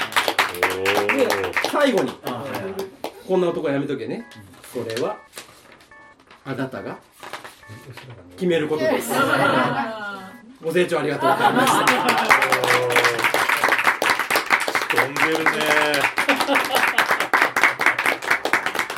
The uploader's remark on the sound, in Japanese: Podcastと音楽の融合イベント「SHABEON」。その開宴前にみなさんに集まっていただき公開収録をした内容になります。